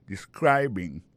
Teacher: Accent tombé sous deuxième syllabe là. Ça veut dire mot ça a trois syllabes describing.